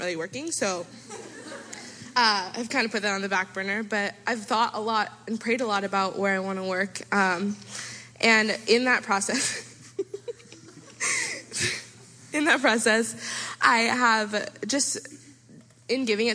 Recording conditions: live audience